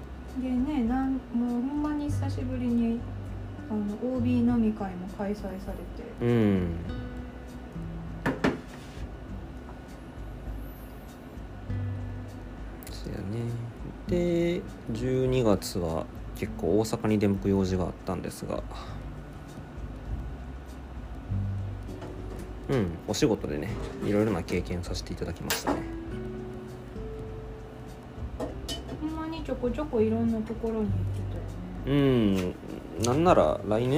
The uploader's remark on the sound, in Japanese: 年越しそばを作りながらの収録なので、物音が多いです